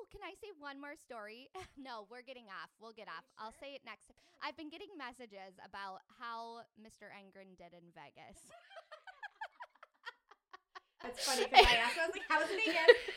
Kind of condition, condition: fault, poor sound quality